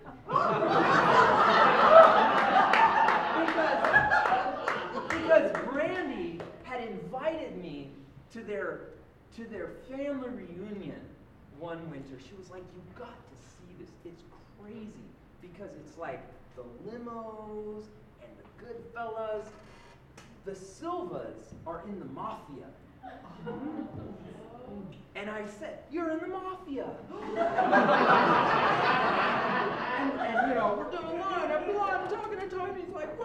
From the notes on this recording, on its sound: live on stage at Hipbone Studio for live storytelling with Portland Story Theater